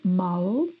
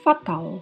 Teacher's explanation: o L pronunciado com a língua entre os dentes, mal. E se você estiver horrível, péssimo, você pode dizer que está fatal, também com a pronúncia do L com a língua entre os dentes.